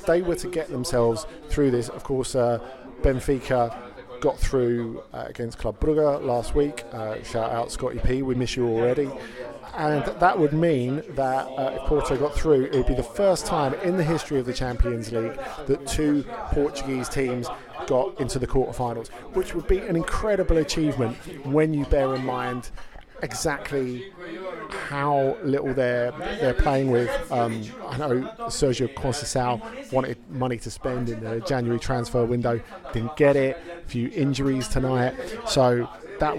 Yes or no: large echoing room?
no